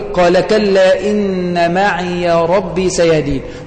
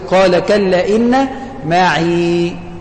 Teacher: معي هذه الياء مفتوحة وصلا، فأنت تثبت حركة الياء ولا تكون حرف مد لأنها ياء متحركة · Shown in: first take · احنا قلنا لازم تكون الياء ايه ساكنة، مكسور ما قبلها، فعلا مكسور ما قبلها ولكنها ايه متحركة في الوصل، فتقول قال كلا إن معي ربي سيهدين.